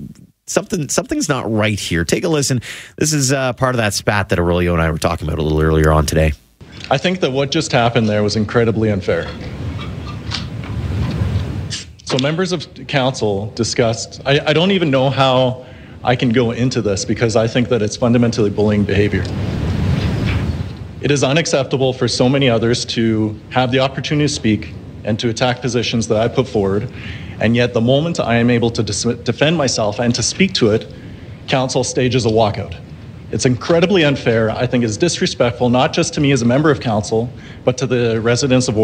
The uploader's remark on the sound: at the Grey Cup rally downtown